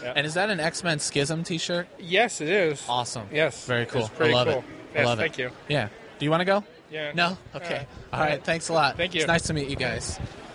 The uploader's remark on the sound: Booth Recordings with Con Attendees. Recorded live from our booth at Indy PopCon!